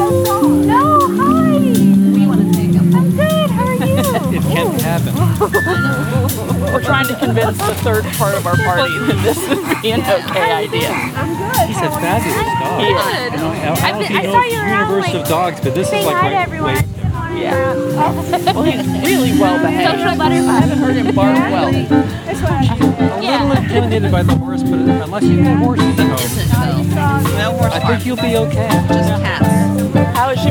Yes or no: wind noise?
yes